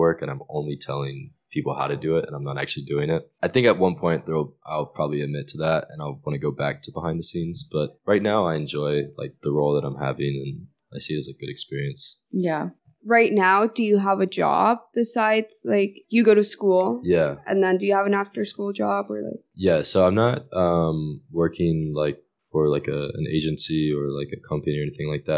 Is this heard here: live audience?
no